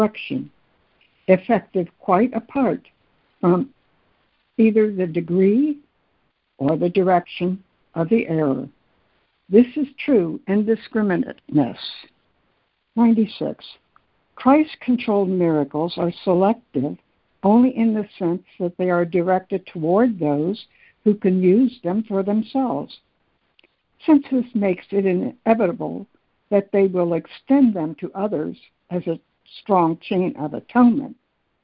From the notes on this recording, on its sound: ACIM Daily Conference Call.